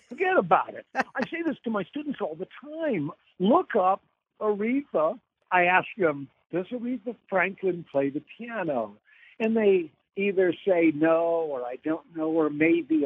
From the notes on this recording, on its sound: spoke by phone